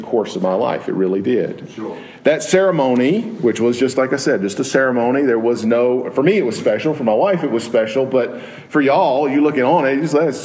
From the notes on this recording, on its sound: Preached at Maple Lawn Baptist Church in Reidsville, NC, on Sunday evening, October 23, 2016.